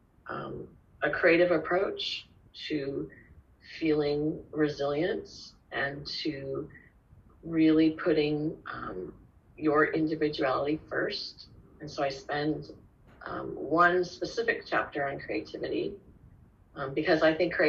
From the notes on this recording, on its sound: This podcast was recorded without any fancy microphones or editing equipment. Spoke via Zoom and I recorded it on my laptop’s voice recorder.